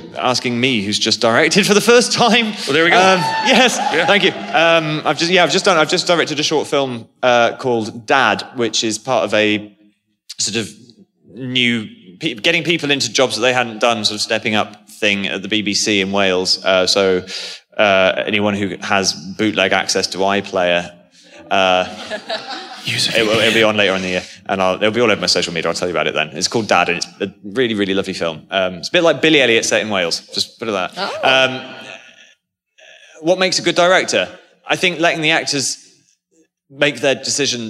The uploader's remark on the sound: Live From LeakyCon 2018